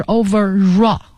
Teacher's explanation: 成 overall，那不对，是 overall 啊，它要连在一起读，所以 R 结尾的词加元音开头的这种连读